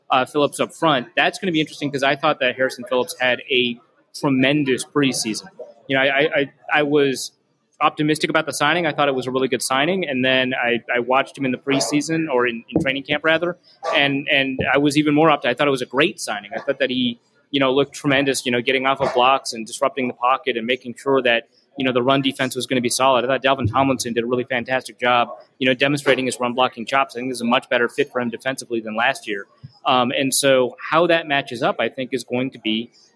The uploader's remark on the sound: Live from Lake Monster Brewing beer hall. Live from Lake Monster Brewery in the first live show for the 2022 campaign.